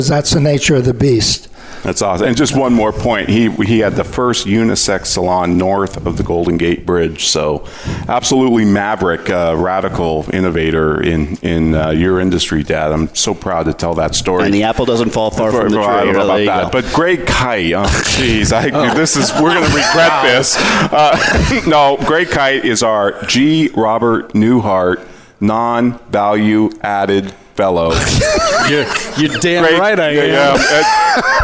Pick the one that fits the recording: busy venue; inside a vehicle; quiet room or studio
busy venue